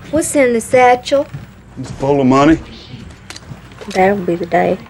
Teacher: Já pessoas do sul que usam o famoso Southern accent são conhecidas por falar com o Southern drawl, uma pronúncia sulista bem arrastada. It sounds slower with prolonged vowel sounds.